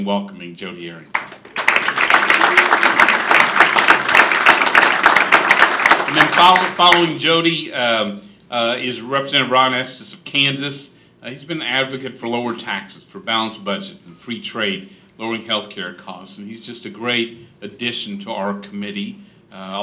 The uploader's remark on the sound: appears before a breakfast meeting of The Ripon Society